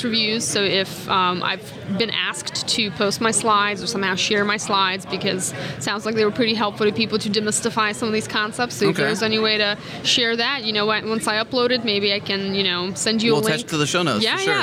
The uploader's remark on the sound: In this episode of Spotlight recorded at All Things Open 2016.